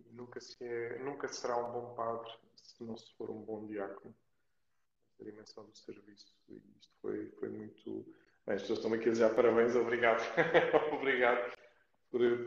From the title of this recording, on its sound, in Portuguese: Conversa Live IG